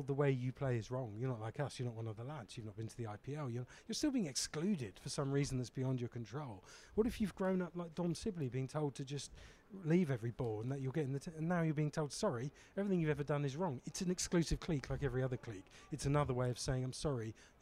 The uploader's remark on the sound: We record this from The Oval in south London the day before The Lord's Test match.